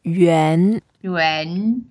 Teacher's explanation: It's a second tone, so we go up